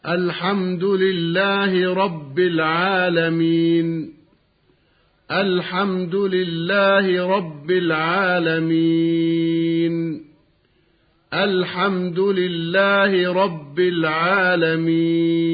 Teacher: هكذا: أولا، المد العارض للسكون المنصوب أي الذي آخره فتحة فيه ثلاثة أوجه، هي المد بمقدار حركتين بالسكون المجرد، وبمقدار أربع حركات، وبمقدار ست حركات